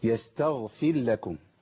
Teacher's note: سمعت ادغام الراء في اللام يستغفر لكم تمام وهي مكرره معانا في ام لم تستغفر لهم